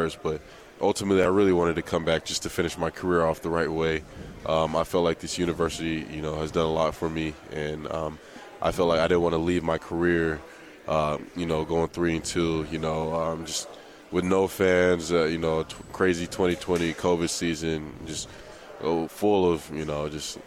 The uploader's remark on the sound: LIVE from Pac-12 Media Day in Los Angeles, CA.